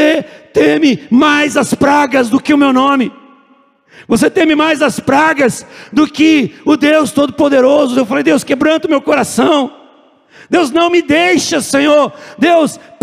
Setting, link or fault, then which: setting, large echoing room